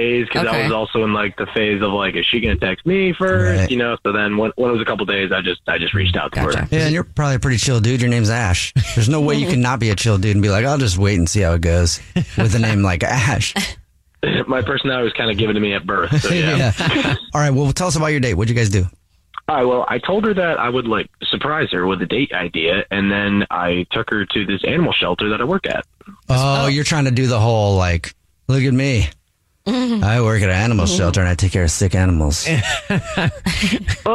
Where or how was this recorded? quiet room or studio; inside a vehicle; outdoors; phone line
phone line